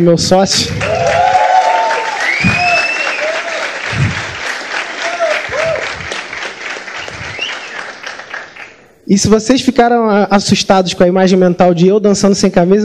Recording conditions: live audience